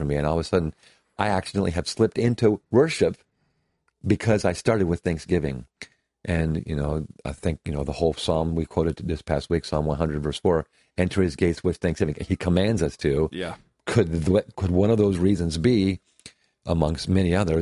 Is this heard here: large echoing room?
no